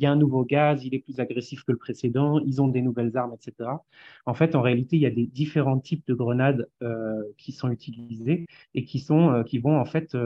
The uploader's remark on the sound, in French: Le collectif Bassines Non Merci nous a demandé de diffuser le temps de brief en visio sur les question de base arrière de la mobilisation de ce week-end.